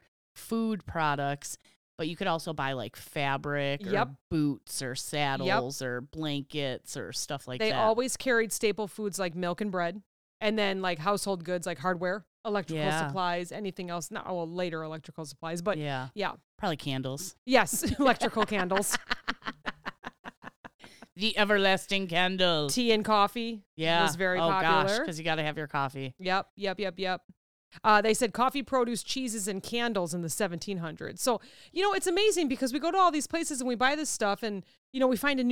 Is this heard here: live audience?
no